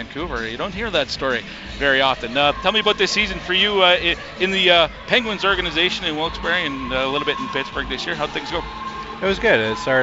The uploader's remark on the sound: at a recent Edmonton Oil Kings game and this is a brief intermission interview we did